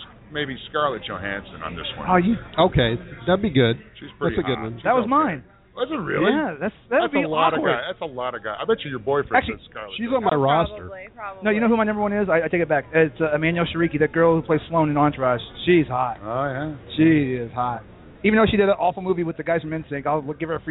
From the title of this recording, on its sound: Live from Wrigley Field Bar and Grill